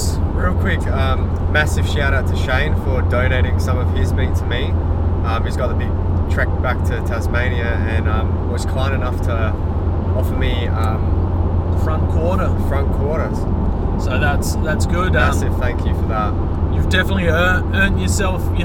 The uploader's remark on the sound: As we hit the road, the podcast captures the raw essence of our trip, complete with a touch of road noise that adds to the authenticity of our storytelling.